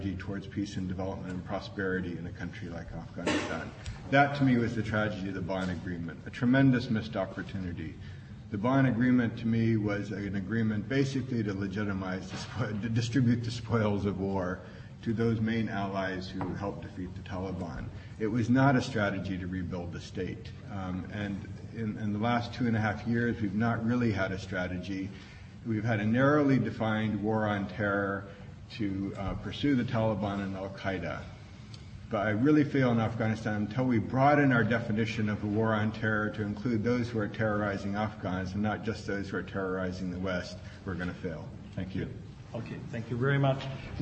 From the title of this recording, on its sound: Princeton Colloquium on Public and International Affairs - Day One - Dodds Auditorium 10:00 am session